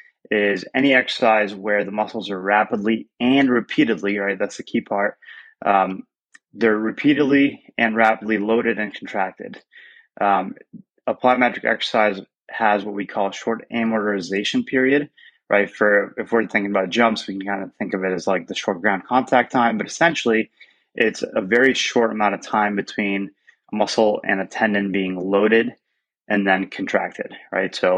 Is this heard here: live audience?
no